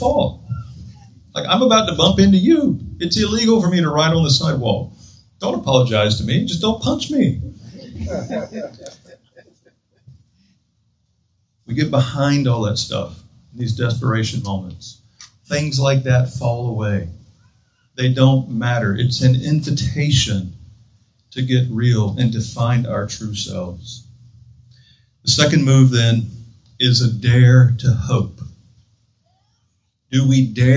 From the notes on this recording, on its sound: Join us as we study the Psalms this season at Trinity North Shore. Outdoors this Summer, outside the Retreat House. On the beautiful and scenic campus of Gordon Conwell Theological Seminary 130 Essex St, South Hamilton, MA 01982.